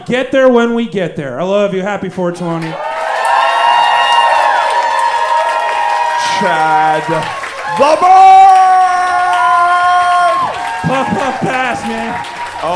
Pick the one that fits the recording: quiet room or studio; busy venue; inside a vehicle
busy venue